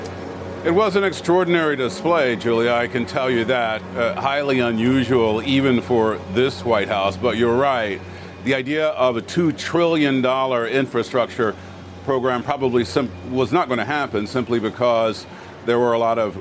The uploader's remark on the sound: live from the New York Stock Exchange